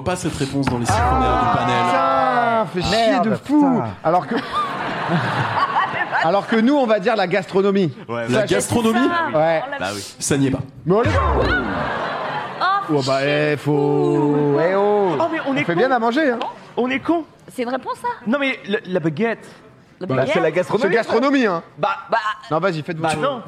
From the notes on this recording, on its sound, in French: Le public du théâtre. L'émission en public.